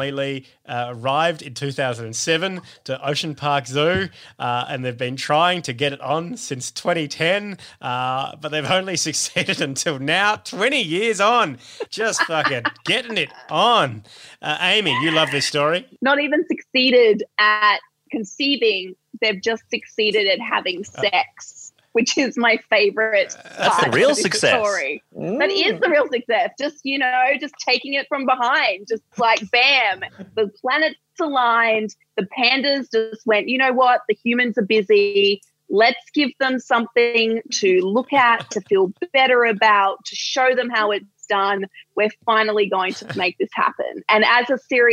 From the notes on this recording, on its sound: Recorded at our homes over Zoom — pumped through the RØDECaster™ Pro — into your ears.